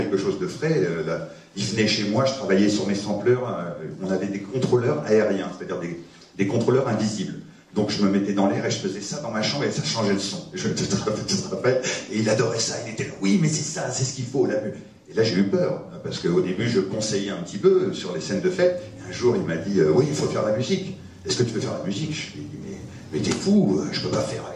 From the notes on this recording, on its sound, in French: Au Kosmos. S'est tenue en public au cinéma Le Kosmos le 14 avril 2013.